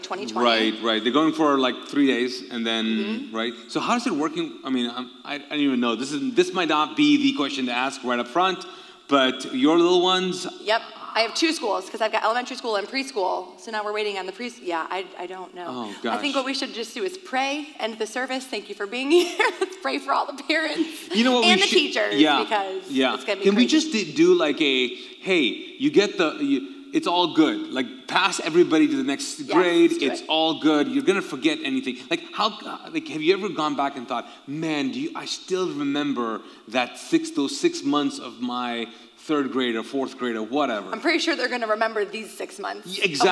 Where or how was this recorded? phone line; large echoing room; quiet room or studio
large echoing room